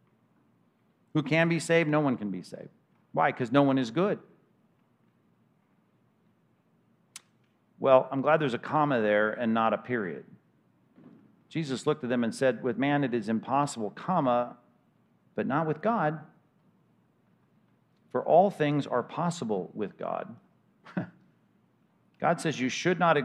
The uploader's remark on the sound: 2021 Anchored Men's Conference at Compass Bible Church: Session 2